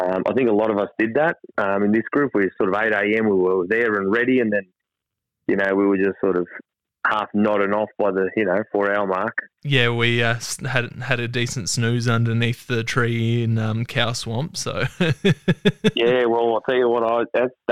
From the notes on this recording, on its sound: The phone calls captured during our recording session will be heard exclusively on the left side if you're using headphones or earbuds.